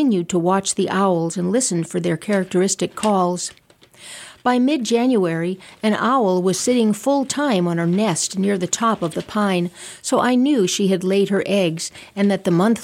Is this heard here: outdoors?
no